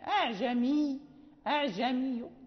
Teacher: يعني حين نقف بالروم يعني نحذف التنوين، لا يبقى هناك تنوين، نقف بالضمة خفيفة فقط